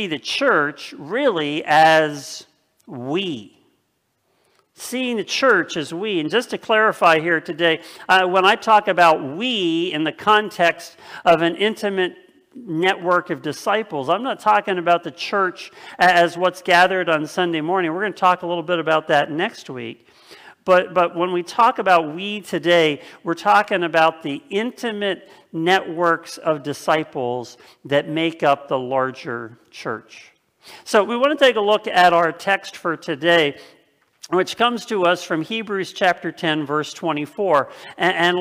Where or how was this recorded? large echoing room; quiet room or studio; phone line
large echoing room